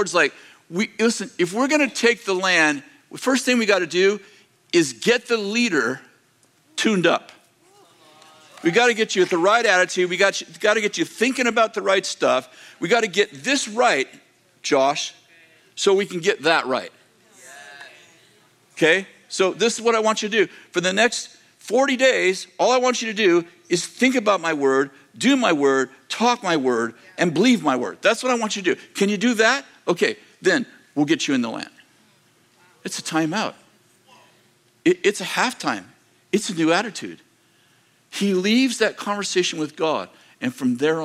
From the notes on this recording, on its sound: delivered on December 17th, 2023, at Bethel Church in Redding, CA